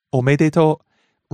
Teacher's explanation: rising on the second syllable, め stays high.